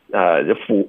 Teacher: 这种复数的 z 音一般都会轻化，就这个 z 就发，也是挤一下这个气流，不是从肚子送的。boxes，就是复数，在结尾时候的这个浊音也会给它轻化了。 Yeah,usually。好，那大家得找感觉，这种词练一下，你得找感觉听一听。Yeah。And that's it. So 这个是需要练习的，然后要注意你的这个气流控制，是要通过嘴巴的肌肉。OK，好的。那他这个一旦这样的时候呢，他就开始疯了，right？我这怎么办呢？这赶紧拆，所以他就开始拆了，拆就是辛辛苦苦整理好的箱子。然后 Monica 就说：“Here, let me helpyou。”对，要 offer help 了。对，我来帮忙，开心的。然后 Rachel 就说